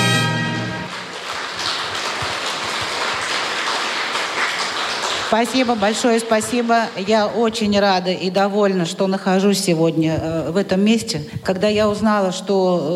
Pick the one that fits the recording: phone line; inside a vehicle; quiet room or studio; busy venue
busy venue